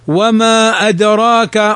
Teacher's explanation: منفصل، مد جائز منفصل، يمد بمقدار حركتين، وما أدراك و4 حركات، وما أدراك و5 حركات، وما أدراك